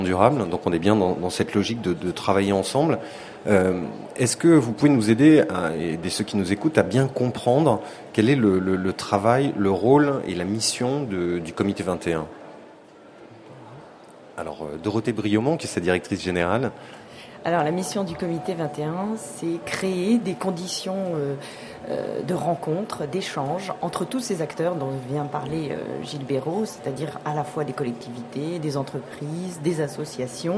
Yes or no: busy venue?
yes